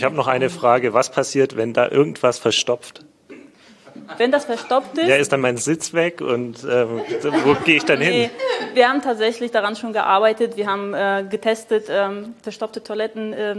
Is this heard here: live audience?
yes